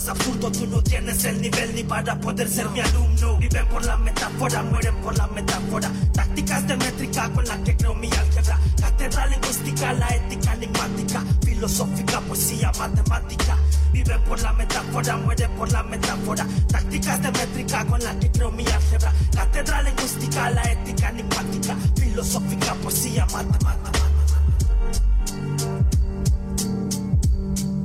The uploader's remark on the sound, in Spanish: Programa que saliera EN VIVO el pasado Jueves 22 de noviembre, desde la cantina BUCHON. Casa mistica prosopopeica en el corazon de San Jose.